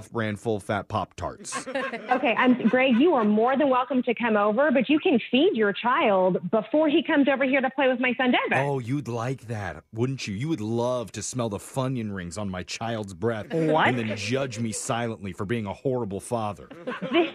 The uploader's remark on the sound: Phone Tap